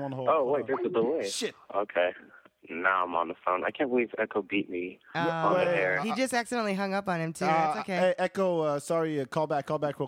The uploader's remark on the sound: People call in and share their dating stories.